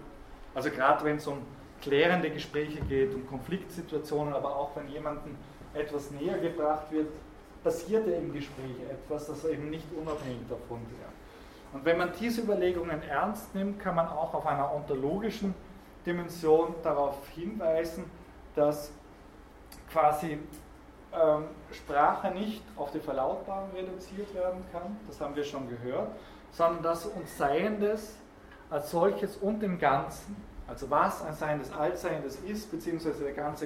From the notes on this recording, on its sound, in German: Diese Vorlesung wurde von Studierenden aufgenommen